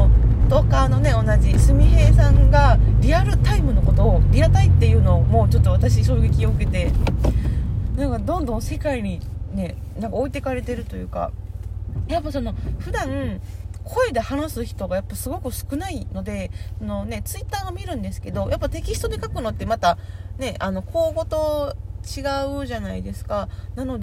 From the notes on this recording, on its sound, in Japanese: 今日の収録、イヤホンでなくてiPhoneのマイクになってました。車の雑音多くてすみません